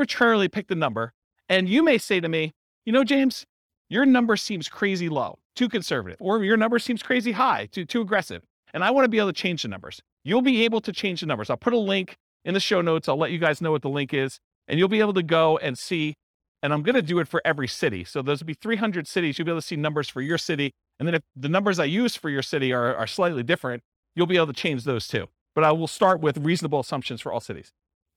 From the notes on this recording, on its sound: This was a live class recorded